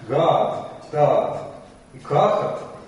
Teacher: А Гаат, Таат и Кахат с патахами, как Наар, потому что в середине гортанный. Понятно? То есть вставка гласного, чтобы разбить кластер здесь, она в нормальном случае приводит появление двух сиголов, а в соседстве с гортаном появление двух патахов.